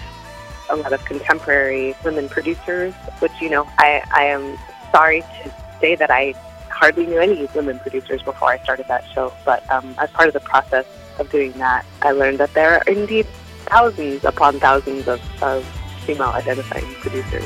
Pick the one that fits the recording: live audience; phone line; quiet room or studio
phone line